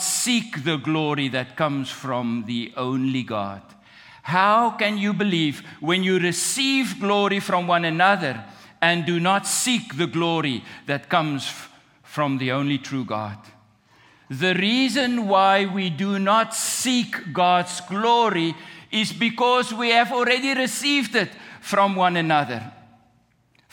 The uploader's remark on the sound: at the July 2, 2023 Sunday morning services of Boca Raton Community Church in Boca Raton, Florida.